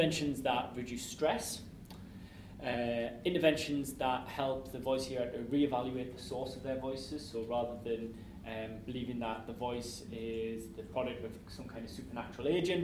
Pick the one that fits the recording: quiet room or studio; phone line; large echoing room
large echoing room